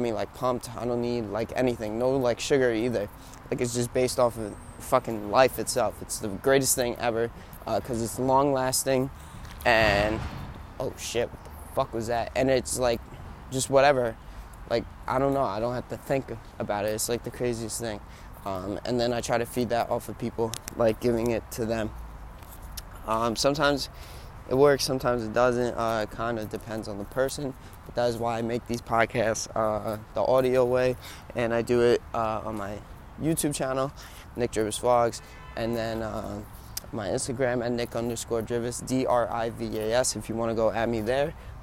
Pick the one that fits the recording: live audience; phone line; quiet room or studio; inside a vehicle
inside a vehicle